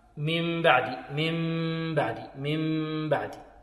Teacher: تنقلب النون ميم وتخفى · Term: الإقلاب